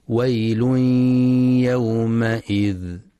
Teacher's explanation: ينتبه القارئ للإدغام بغنة في تنوين الضم الذي جاء بعده حرف الياء، ويل يومئذ، وللإدغام بغير غنة في تنوين الكسر حيث جاء بعده حرف اللام، يومئذ للمكذبين.